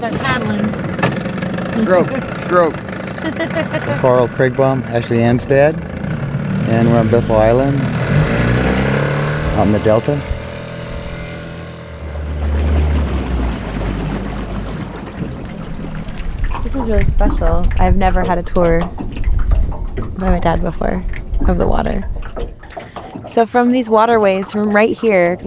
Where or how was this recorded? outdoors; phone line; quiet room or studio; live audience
outdoors